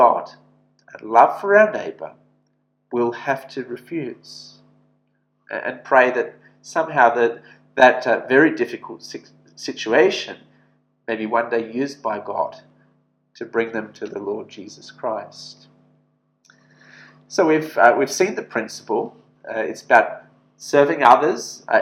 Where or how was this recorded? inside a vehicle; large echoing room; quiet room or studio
large echoing room